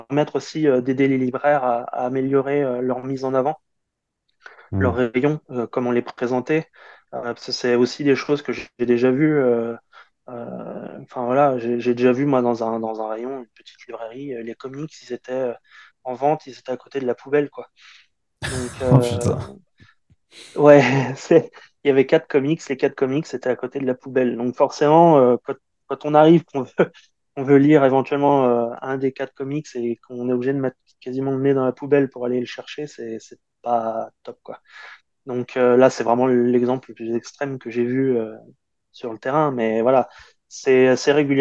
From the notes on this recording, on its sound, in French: Dans cette interview au format " SuperFriends " et enregistrée à distance.